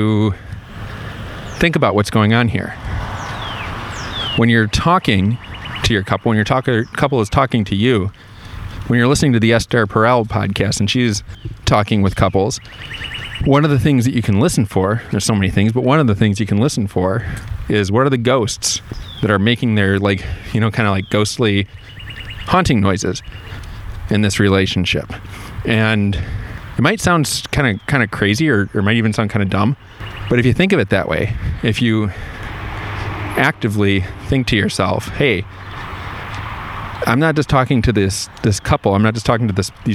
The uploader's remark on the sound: This podcast-lecture is the recap of class #2, and I did it while I was walking.